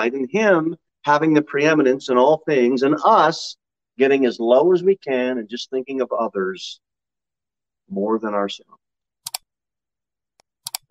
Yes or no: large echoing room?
yes